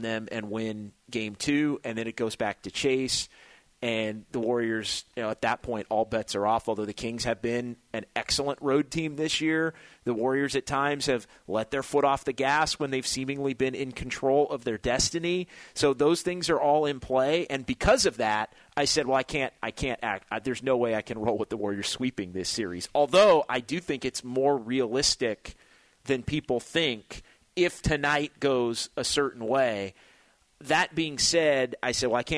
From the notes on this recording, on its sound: live from The Golden 1 Arena.